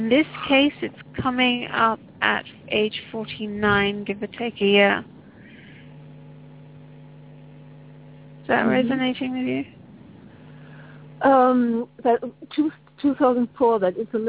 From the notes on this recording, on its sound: Takes your calls for healing live today!